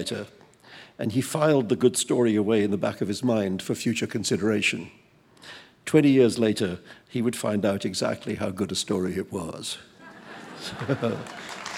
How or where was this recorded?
live audience